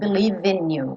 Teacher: eu conto como último som o V. Então, V, vou ligar no I do in.